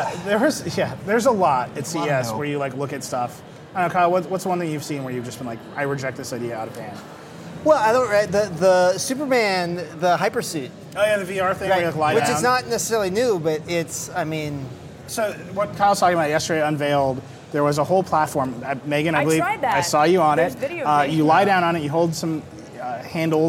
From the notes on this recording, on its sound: This year, we hosted The Vergecast Live at CES 2017 as a Twitter Live video show.